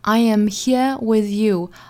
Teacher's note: 那重读的位置呢，应该是在 with。